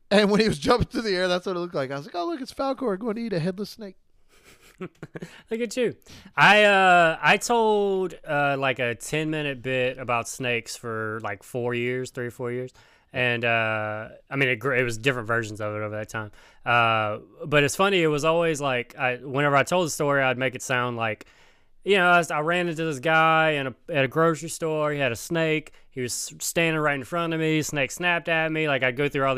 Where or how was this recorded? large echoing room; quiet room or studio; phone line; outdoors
quiet room or studio